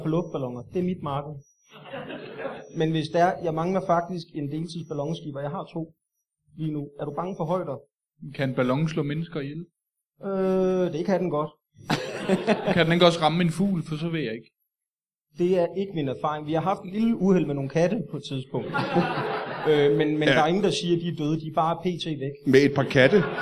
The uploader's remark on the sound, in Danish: LIVE fra Studenterhuset i Odense.